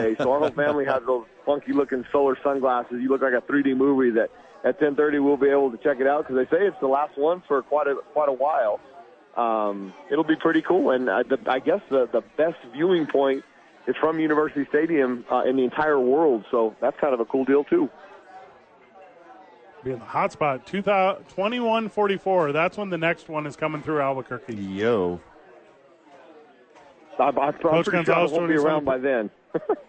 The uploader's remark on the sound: live at Sadies